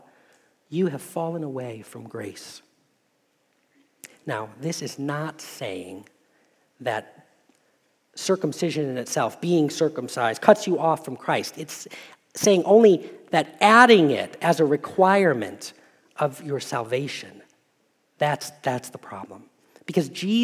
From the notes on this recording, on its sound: Message Preached at Valley Creek Church